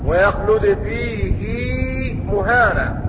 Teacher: بإشباع الهاء، وقد وقعت بين ساكن ومتحرك هكذا. وحفص عن عاصم لم يوافق ابن كثير إلا في هذه الكلمة فقط لشناعة العذاب يوم القيامة هكذا.